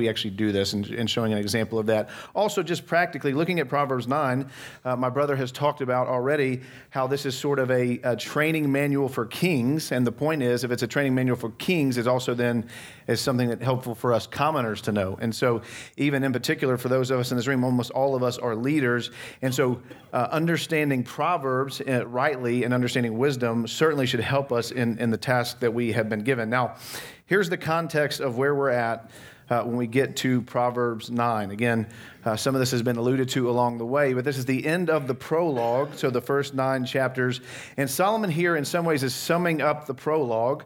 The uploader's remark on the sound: from the Christ Centered & Clear Conference in Dallas, TX on December 5, 2022